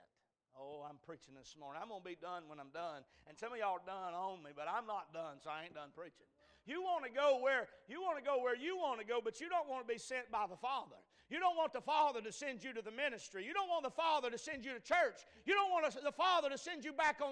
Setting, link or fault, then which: setting, large echoing room